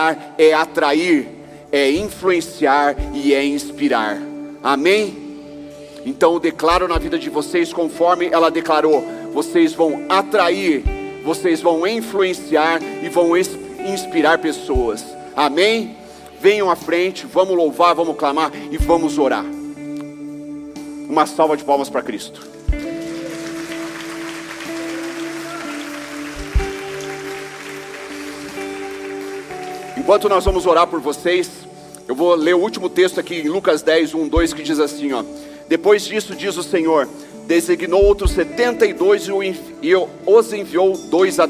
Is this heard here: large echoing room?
yes